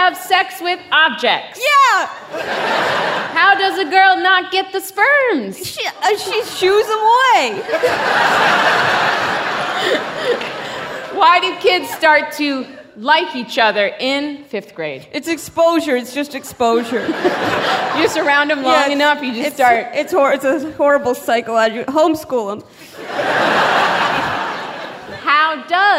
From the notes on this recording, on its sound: An edited down version of a Gonads Live show. Recording of a live event hosted by Radiolab at the Skirball Center in New York City on May 16, 2018. Live music, including the sex ed questions, and the Gonads theme song.